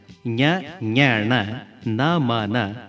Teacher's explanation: மென்மையாக மூக்கிலிருந்து வரும் ஓசையோட எழுத்துக்களை மெல்லினம் என்பர்.